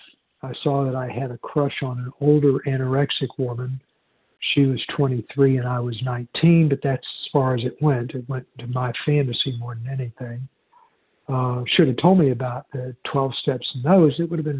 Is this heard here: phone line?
yes